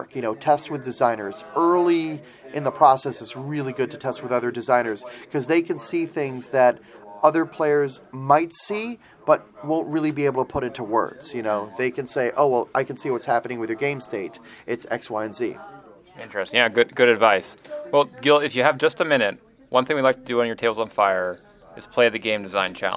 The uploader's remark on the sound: Recorded live at BBG.con 2016 in Dallas, TX.